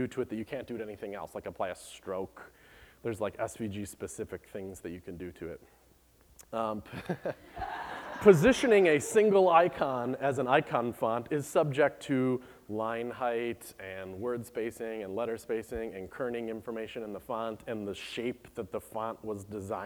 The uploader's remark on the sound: Recorded by the Treehouse gang at BlendConf. Rather than a typical screencast, this is a video taken of my talk SVG is for Everybody recorded by the Treehouse gang at BlendConf .